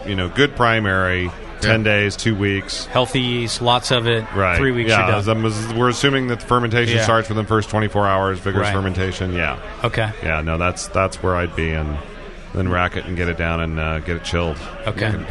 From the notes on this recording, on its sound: An episode broadcast live from the National Homebrew Competition!